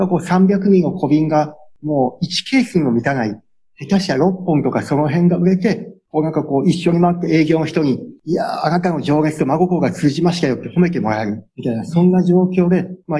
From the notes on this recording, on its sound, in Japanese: Zoom・オンラインでインタビュー収録をしています。